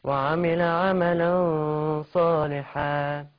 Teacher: هخفي نون التنوين عند الصاد بس هفخم الغن عشان الصاد حرف فخم. · Term: إخفاء نون التنوين